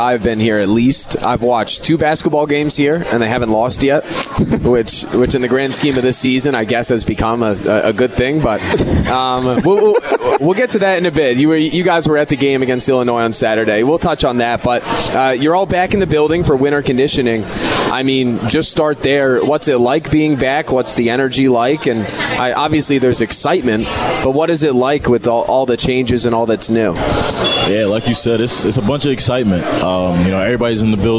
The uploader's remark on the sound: live from Monk's in Sun Prairie